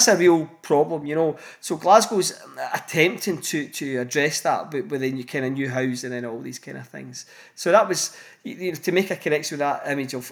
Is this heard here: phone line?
no